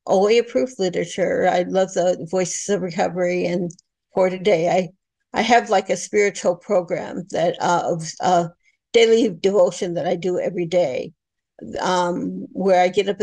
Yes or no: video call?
yes